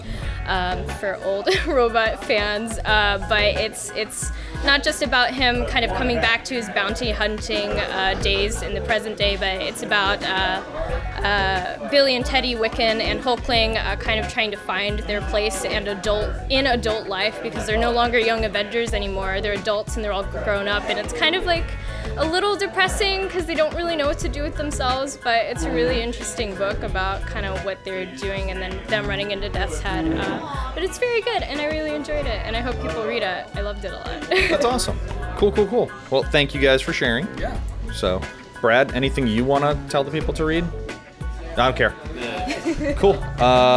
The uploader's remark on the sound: Yet another live stream at Doc's Comics & Games.